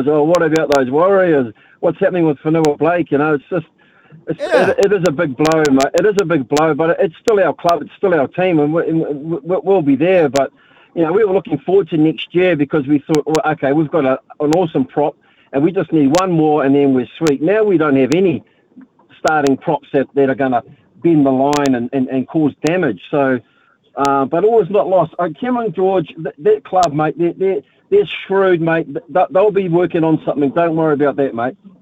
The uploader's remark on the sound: hit the phone and text lines